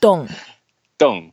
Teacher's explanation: it's a fourth tone, so we go down quite a bit to make it looking, sounding as if we are a little bit excited and a bit angry.